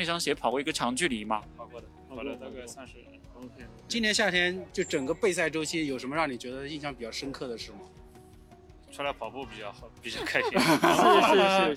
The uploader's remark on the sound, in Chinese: 现在正在上海马拉松领物的现场，刚刚我们两个都领取了自己的号码簿和参赛包，然后我们两个准备在这里采访几位选手。